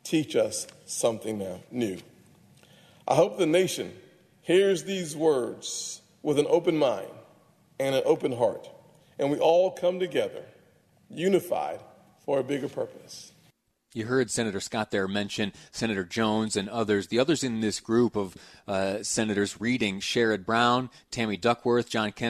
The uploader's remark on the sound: On the floor of the United States Senate. Audio from the Senate floor.